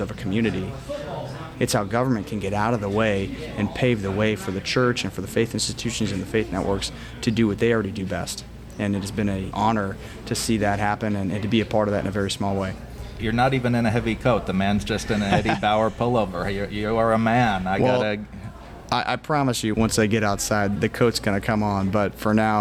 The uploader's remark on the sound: What was it like at the Iowa caucus last night? Just click play and go inside one in an exclusive, historic, first-ever podcast recorded during the event.